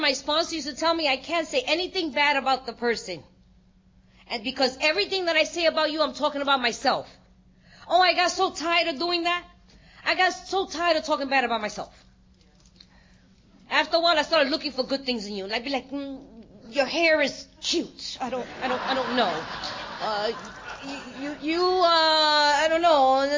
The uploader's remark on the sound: Gives a talk on Steps 6&7 at the 2023 Fellowship of the Spirit Conference.